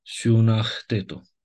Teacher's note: g-ul ăla înainte de teta devine h. Că am zis, când avem două consoane una după alta, trebuie să fie de același fel.